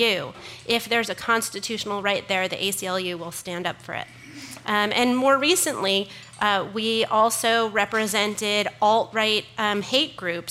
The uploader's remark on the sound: Part of The Long Now Foundation's “Conversations at The Interval” Salon Talks. These hour long talks are recorded live at The Interval, our bar, cafe, & museum in San Francisco.